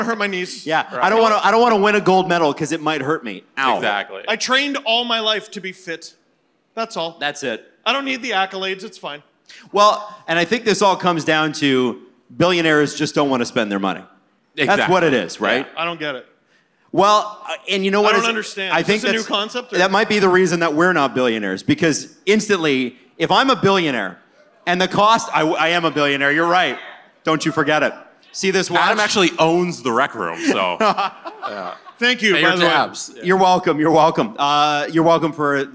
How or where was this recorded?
busy venue